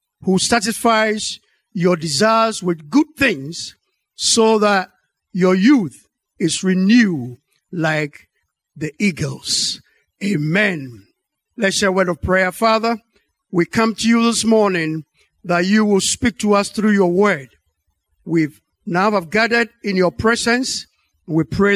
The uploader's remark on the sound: Sermon preached at Calvary Baptist Church